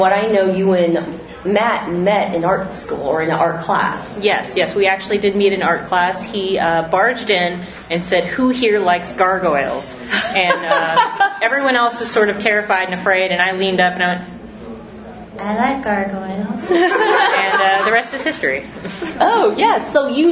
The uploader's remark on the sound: Live from Gfest 2018